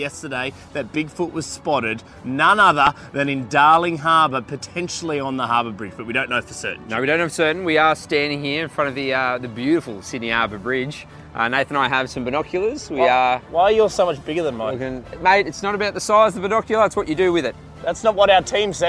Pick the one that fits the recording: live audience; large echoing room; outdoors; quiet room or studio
outdoors